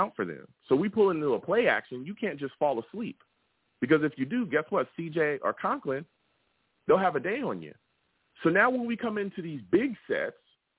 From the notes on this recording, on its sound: I also take live callers!